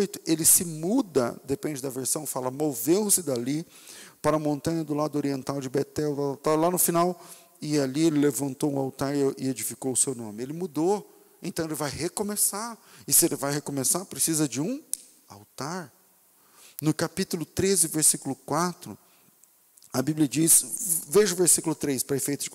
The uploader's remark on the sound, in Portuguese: Culto ao vivo